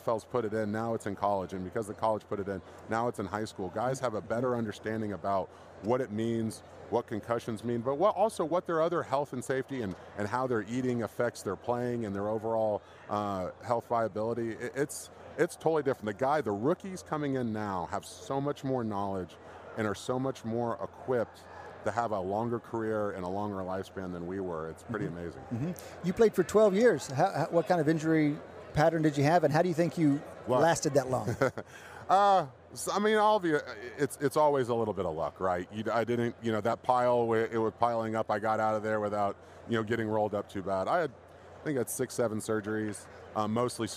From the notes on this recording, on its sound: Live from Radio Row at Super Bowl LIII.